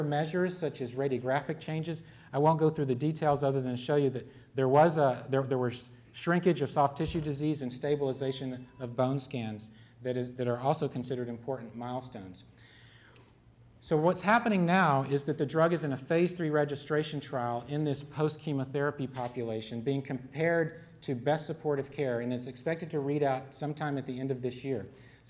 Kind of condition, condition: setting, live audience